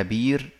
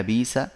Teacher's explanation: خلاص أبدلنا كل الهمزات الساكنة مدا